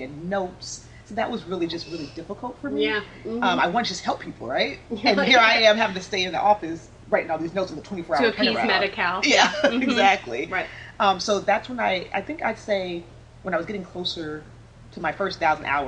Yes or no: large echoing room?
no